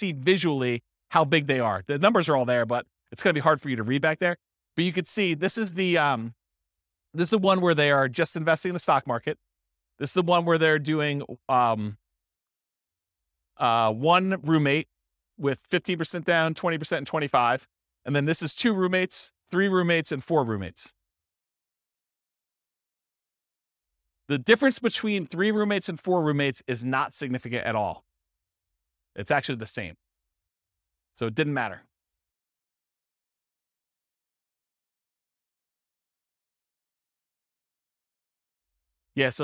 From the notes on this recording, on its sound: This was a live class recorded